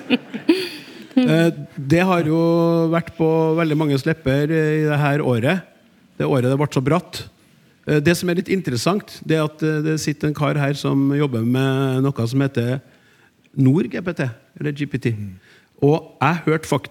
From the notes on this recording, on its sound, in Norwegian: Live fra Trøndelag Teater.